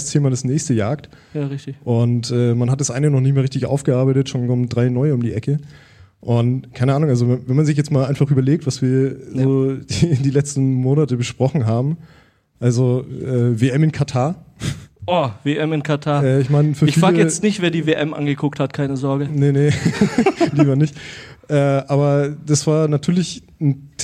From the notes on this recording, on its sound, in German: vor Live-Publikum